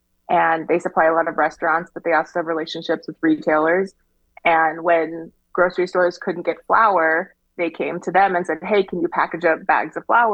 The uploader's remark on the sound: with a little spotty sound quality